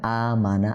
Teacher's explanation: এরপরে আমানা, আ টানতে হবে, মানা টানা যাবে না